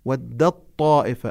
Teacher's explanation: ودت طائفة من أهل الكتاب لو يضلونكم، لاحظوا ودت طائفة، التاء أدغمت في الطاء بالإدغام المتجانس، لأن التاء والطاء يخرجان من موضع واحد من الحروف النطعية. ودت طائفة، إدغام تام يعني تنمحي التاء محوا كاملا.